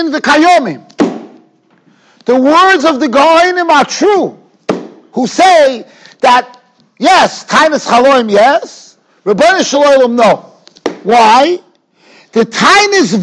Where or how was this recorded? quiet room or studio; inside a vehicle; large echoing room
large echoing room